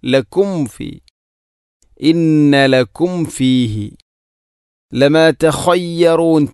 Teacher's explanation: ലക്കും ഫീ രണ്ട് ചുണ്ടുകൾ തമ്മിൽ കൂട്ടി അഥവാ തട്ടണം, തട്ടിയാലേ മീമ് പൂർണ്ണമാവുകയുള്ളൂ.